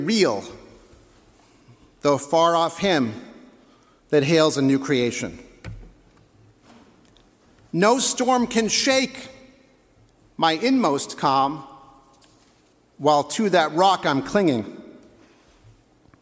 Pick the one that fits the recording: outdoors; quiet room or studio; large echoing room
large echoing room